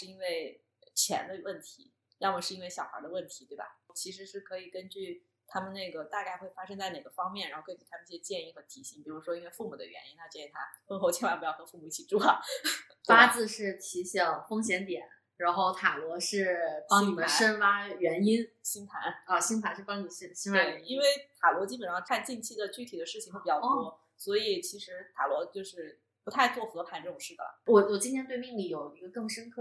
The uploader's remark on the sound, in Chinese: 这期音质在后期上做了点努力，但前期收音上确实比较差强人意，后续咱会在硬件上做做努力。